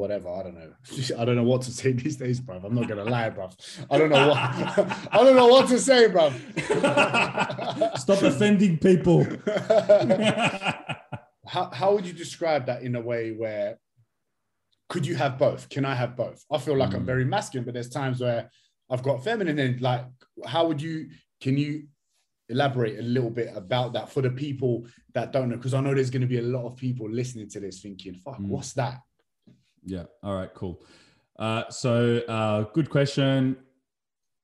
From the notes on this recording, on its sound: Over zoom. He is currently in lockdown in Austrailia.